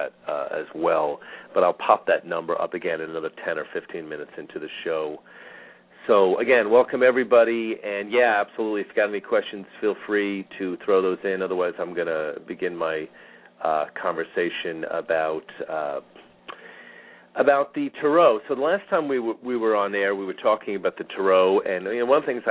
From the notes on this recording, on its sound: Callers with questions or comments are encouraged to call in live, or to ask questions in the chat room. Halfway through the show the phone lines will open for question and comments.